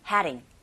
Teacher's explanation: 드 사운드가 거의 안 들리고 모음 사이에 자리 잡고 있는 드 역시 트 사운드처럼 플랩 현상에 의해서 R 소리 가깝게 들려주게 됩니다. 그래서 가만히 들어보시면 heading이 아니라 heading.